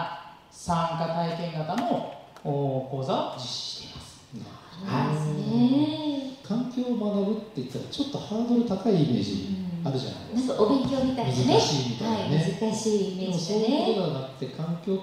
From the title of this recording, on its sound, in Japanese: 11/27公開録音Part1